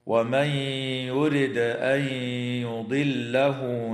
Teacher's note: تدغم النون الساكنة في الياء مع الغنة